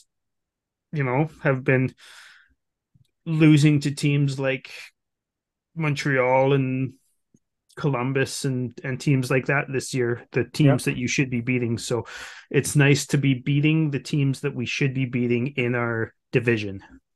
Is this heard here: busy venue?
no